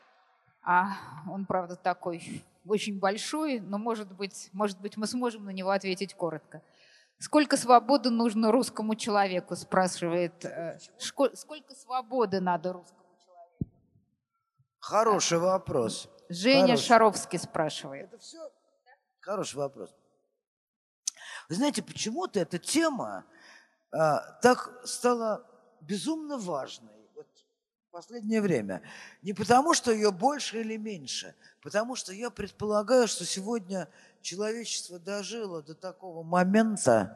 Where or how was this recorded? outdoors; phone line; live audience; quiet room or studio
live audience